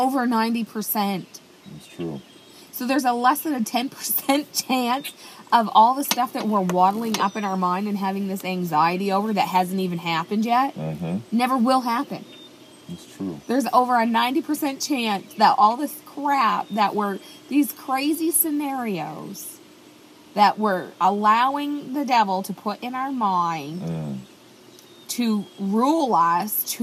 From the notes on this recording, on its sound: I used my iPad to record this podcast so I apologize for the listening quality